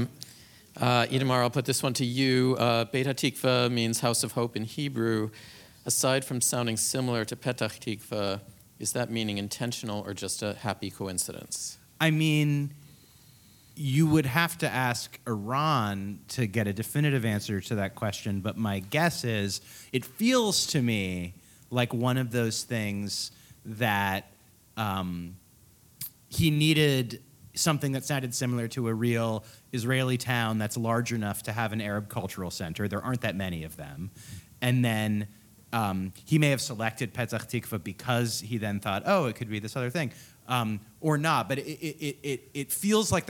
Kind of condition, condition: setting, live audience